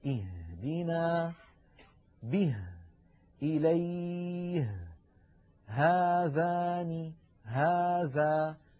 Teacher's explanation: تخرج هذه الهاء من أقصى الحلق وليس من الصدر وليس من القصبة الهوائية · Term: حرف الهاء